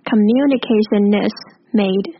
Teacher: communication 跟 is 同样要做连音， N 跟 IES 会变成 NIS